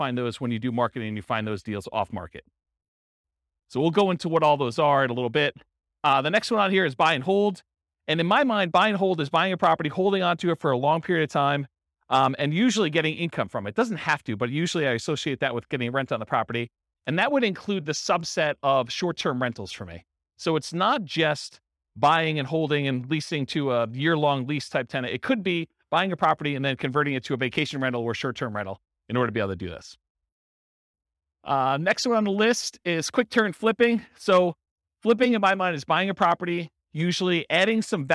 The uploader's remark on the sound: This was a live class recorded